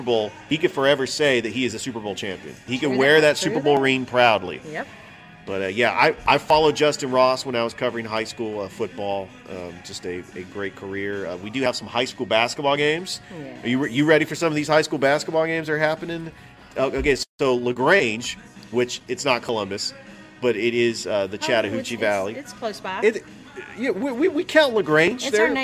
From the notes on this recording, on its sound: Live from Ivy Park Sports Bar and Grill